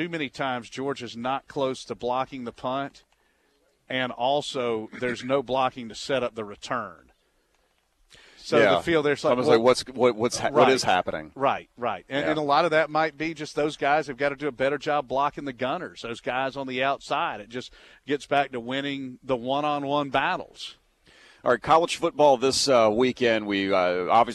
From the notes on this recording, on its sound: live from the UGA Bookstore